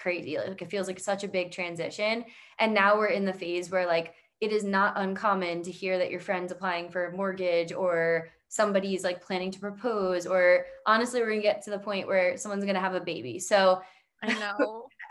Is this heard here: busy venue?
no